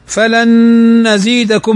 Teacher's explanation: نون ساكنة بعدها النون، والنون من حروف الإدغام بغنة فتغن بمقدار حركتين